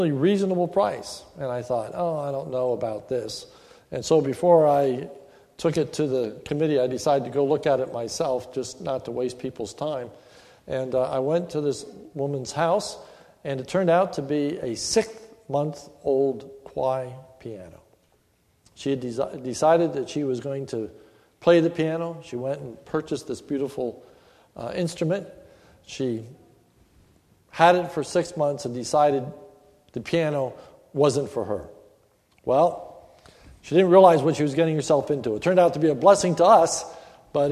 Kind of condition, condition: setting, large echoing room